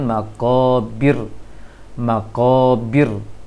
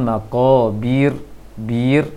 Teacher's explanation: Kemudian untuk panjang pendek, maqabir, bi di sana pendek, sehingga antara bi ke ro jangan ada jarak suaranya · Shown in: first take · maka baca dengan maqabir, maqabir, jangan maqabir, bir.